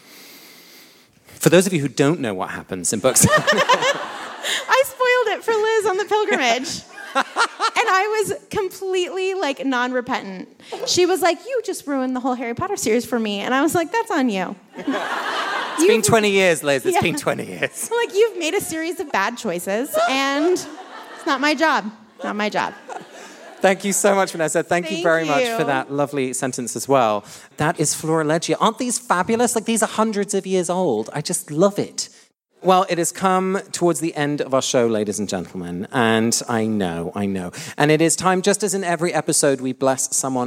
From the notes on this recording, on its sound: Live from London. This week we come to you live from our London show.